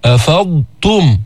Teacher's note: بتبين التاء بعد أن بينت الضاد الساكنة لئلا يبادر اللسان إلى الإدغام